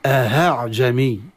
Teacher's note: أهاعجمي بالهاء إبدال الهمزة إلى هاء ظنا إن هذه همزة مسهلة